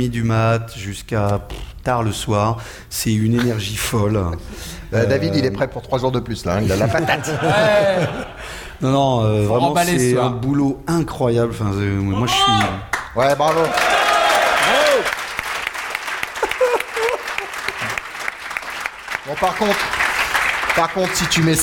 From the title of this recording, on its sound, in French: en direct de Devoxx